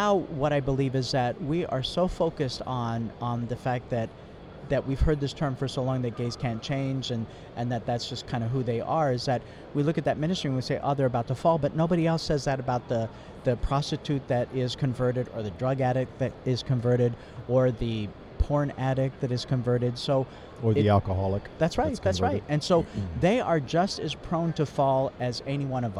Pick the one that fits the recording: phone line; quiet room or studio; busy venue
busy venue